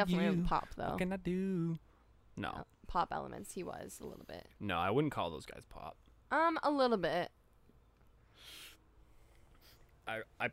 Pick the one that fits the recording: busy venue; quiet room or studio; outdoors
outdoors